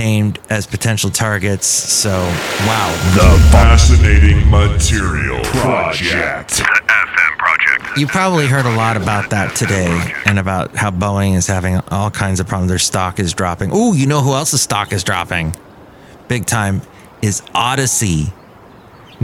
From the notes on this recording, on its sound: podcasts live from Café Anyway